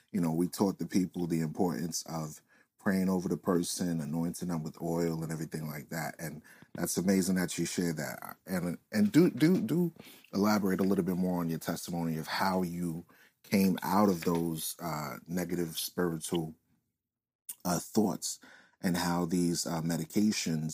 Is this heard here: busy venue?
no